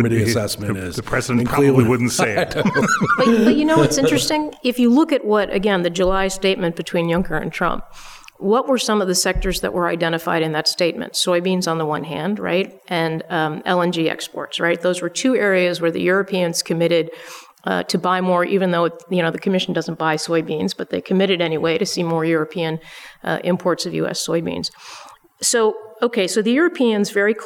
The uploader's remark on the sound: Record in front of a live audience of members from the LGBT Professionals in International Trade (GATT) and the Association of Women in International Trade (WIIT).